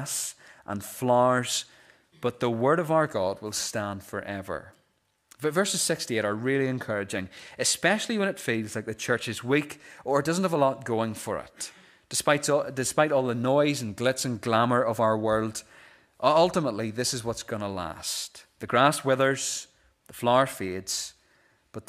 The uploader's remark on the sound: This is the recording of the Bible reading and sermon from our morning service on Sunday 3rd December 2023.